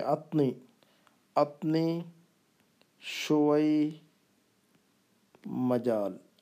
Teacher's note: آتنی شوئی مجال آتنی آتنی اصل میں ہے وہ آتینی لیکن یہ الف کی آواز کو یا حمزہ کی آواز کو نہیں نکالتے ہیں یہ تو کہتے اتنی اتنی شوئی مجال اتنی شوئی مجال تو